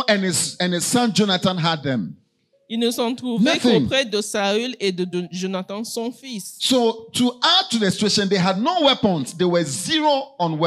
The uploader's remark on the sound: Preached during Joyful Hour Service at FCI Ministries, Rabat, Morocco.